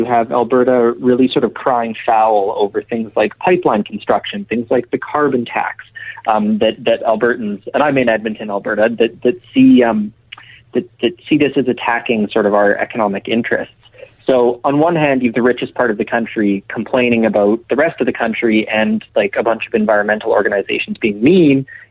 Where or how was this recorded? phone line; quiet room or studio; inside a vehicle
phone line